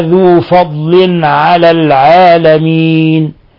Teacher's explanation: تنوين كسر جاء بعده العين، الحكم التجويدي إظهار حلقي، ولكن الله ذو فضل على العالمين، على العالمين حالة الوقف على النون عارض للسكون تقدم نظيره وبيناه أكثر من مرة.